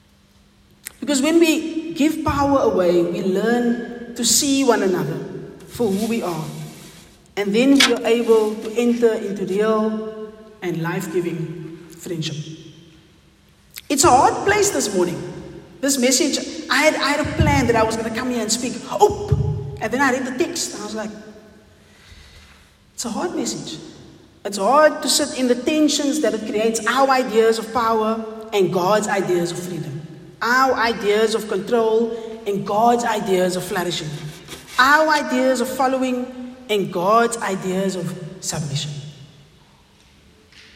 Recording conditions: large echoing room